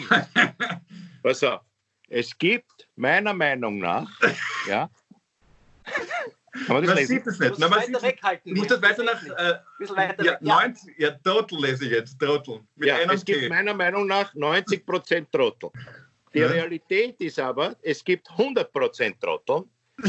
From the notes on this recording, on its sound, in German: Aufzeichnung einer Skype Session vom Montag, 13. Weil das aktuell nicht möglich ist, finden sie ihr Publikum, indem sie einander via Skype am Abend beim Reden zusehen.